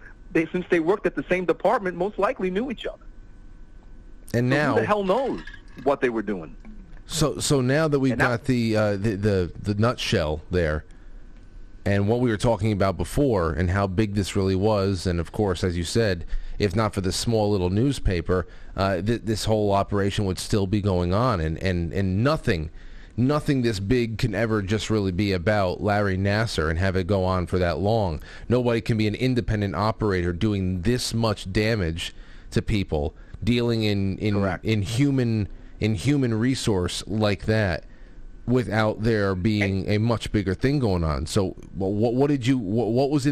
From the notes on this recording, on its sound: Opens Lines for Q&A, and plenty of call-in topic suggestions as always!